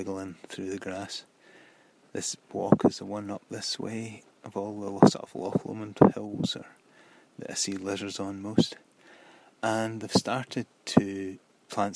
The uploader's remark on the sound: Walkcast. I am still experimenting with recording on the hoof. This time I decided to record a series of short clips in Voice Memos. The intention was to string them together quickly with Ferrite . I found that a bit footery on the phone and ran into the three track for free limit.